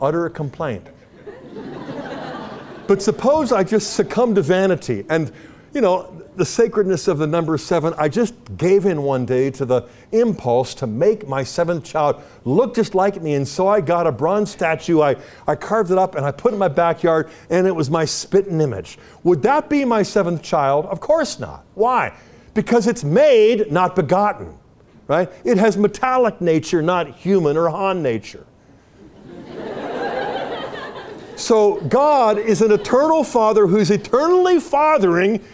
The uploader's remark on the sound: talk was part of the Student Leadership Conference at Franciscan University of Steubenville